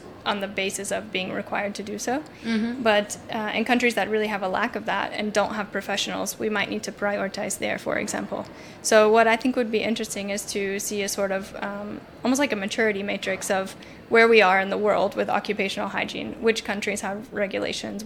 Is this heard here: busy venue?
yes